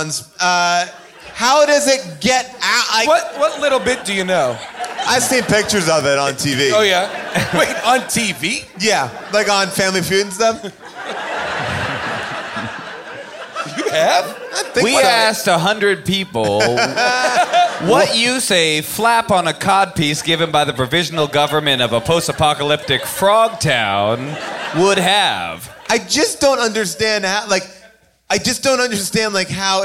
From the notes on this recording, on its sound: Recorded LIVE from the world famous Largo at the Coronet in Los Angeles.